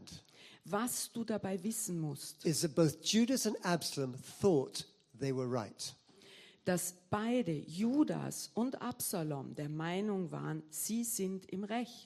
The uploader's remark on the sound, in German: Gottesdienst live aus der LIFE Church Wien.